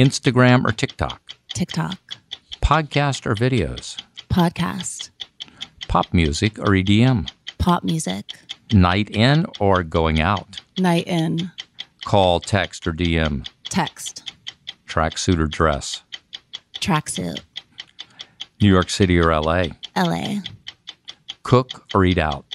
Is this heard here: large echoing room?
no